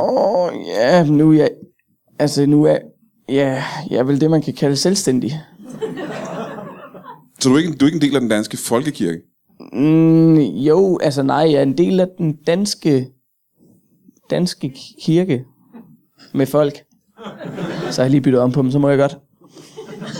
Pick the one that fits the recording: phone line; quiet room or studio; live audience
live audience